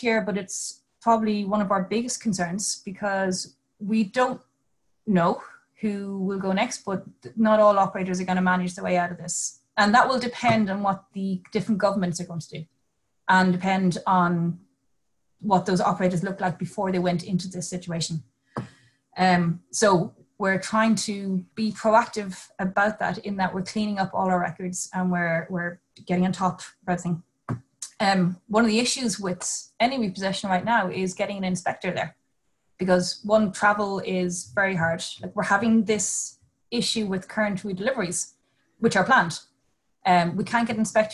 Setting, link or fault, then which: link, video call